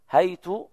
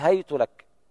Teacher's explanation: فتح الهاء وضم التاء، هكذا يقرأ ابن كثير المكي رحمه الله، وقالت هيت لك.